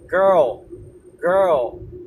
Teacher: 最初は口の奥にある G、ベロ、下が R で真ん中ら辺に来て、そのまま L で前歯の後ろにつく。